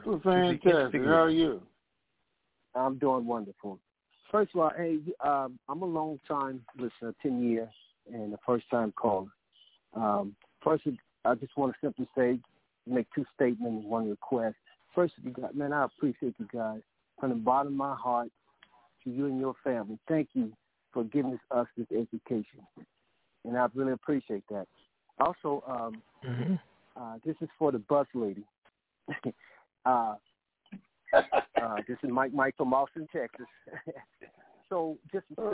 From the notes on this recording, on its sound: TNTSuperfantastic Conference Call.